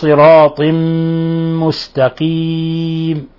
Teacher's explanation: أضغم النون الساكنة اللي هي التنوين في الميم، فصار عندنا إضغام بغنة صراط، ولاحظوا إطباق الشفتين إلى صراط مستقيم.